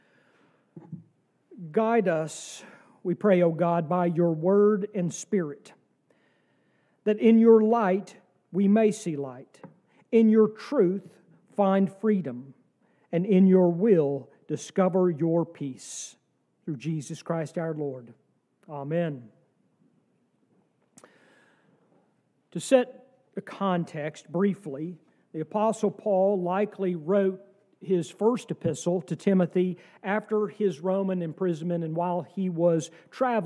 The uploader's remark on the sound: from our service on December 31, 2023